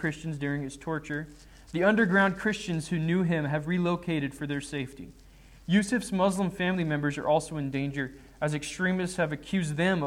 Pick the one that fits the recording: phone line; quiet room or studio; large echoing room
large echoing room